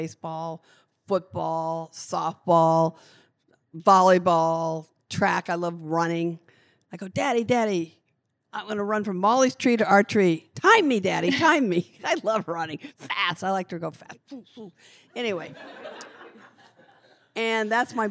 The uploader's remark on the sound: In a live recording of Laughter Permitted in New York City